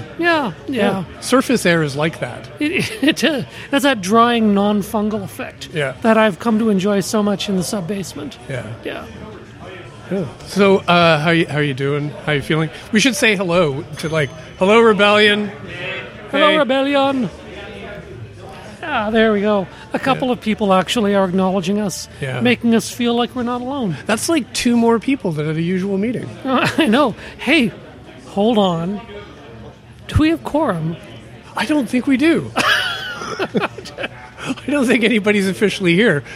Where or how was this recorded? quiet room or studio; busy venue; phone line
busy venue